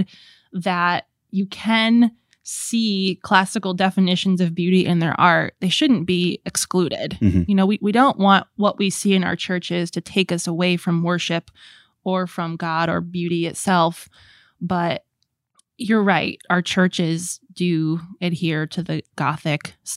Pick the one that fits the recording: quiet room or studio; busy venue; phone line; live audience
quiet room or studio